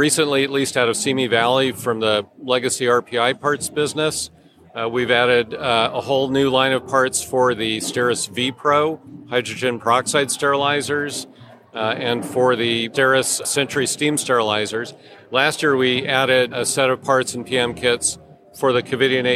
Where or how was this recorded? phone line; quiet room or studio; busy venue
busy venue